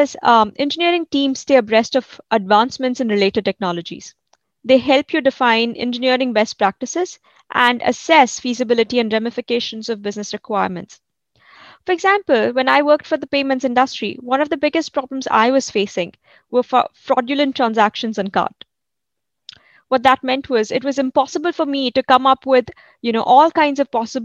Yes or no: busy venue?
no